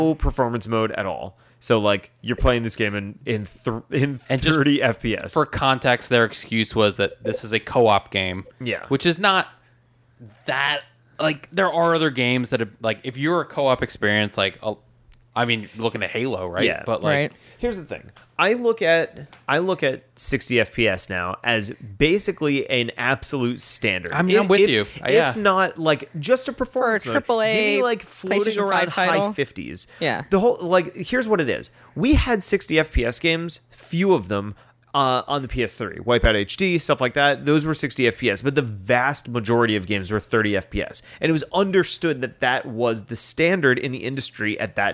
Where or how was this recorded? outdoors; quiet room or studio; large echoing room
quiet room or studio